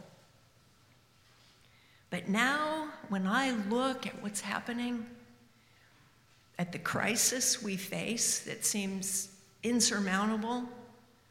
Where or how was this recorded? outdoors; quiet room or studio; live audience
live audience